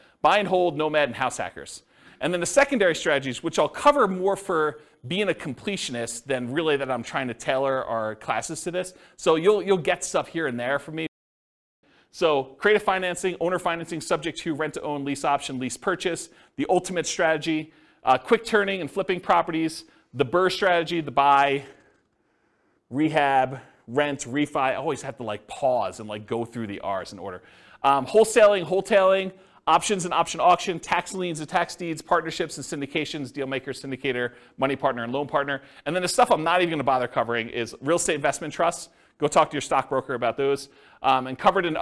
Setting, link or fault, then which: setting, live audience